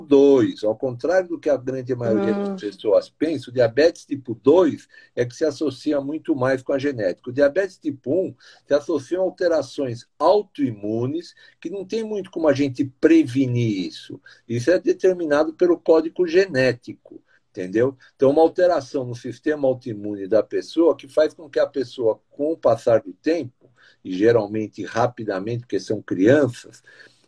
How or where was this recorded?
video call